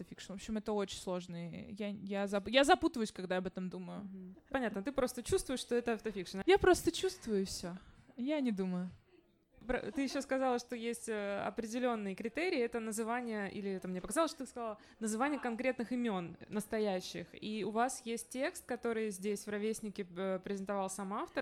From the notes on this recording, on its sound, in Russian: Открытая запись подкаста «Горячая ультрасовременность» о тонком литературном журнале «Незнание» прошла на трехлетии курсов WLAG (Write Like a Grrrl)в баре «Ровесник» (Москва).